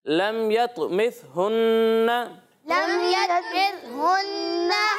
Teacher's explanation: اور سا میں سیٹی کی آواز نہیں آئے گی